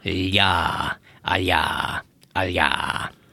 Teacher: az L-hez hasonló hang, ami azért mégse L, hanem úgynevezett palatális, vagy lágy, vagy jésített